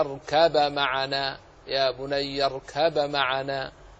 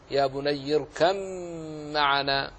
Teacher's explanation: وهناك من القراء من أظهر الباء · Shown in: first take